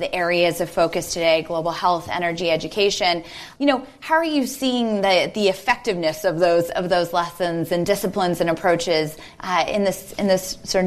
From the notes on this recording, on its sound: This encore episode is a recording of a special event. In San Francisco. In front of a live audience of Village Global founders and friends of the firm.